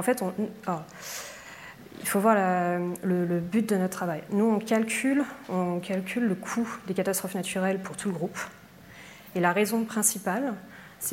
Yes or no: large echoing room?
yes